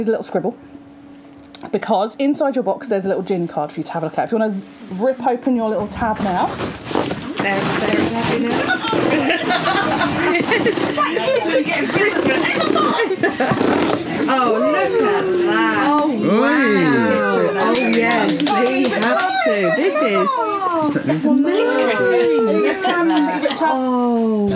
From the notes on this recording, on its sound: Perryley Craft Gin are based in Old Coulsdon. The team spent the evening there and sat under a gazebo outside their local distillery.